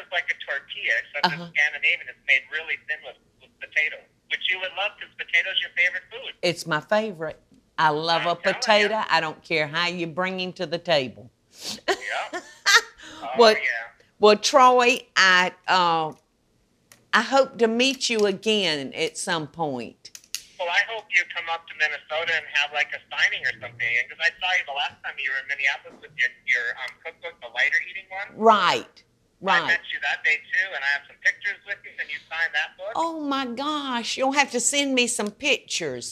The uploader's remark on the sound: Phone Calls with Fans! Takes phone calls and has a great time with her fans!